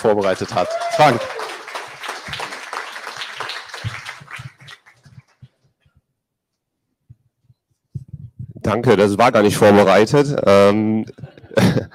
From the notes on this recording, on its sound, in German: Wir eröffnen das erste BarCamp Bonn in Präsenz seit Pandemiebeginn auch live im Internet.